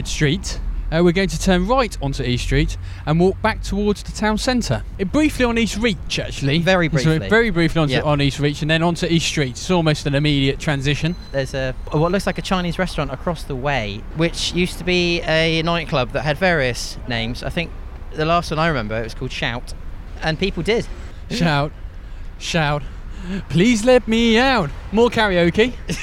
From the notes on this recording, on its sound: History podcast walking through Taunton. On an entertaining walk as they discover the sights and sounds of Somerset’s county town Taunton!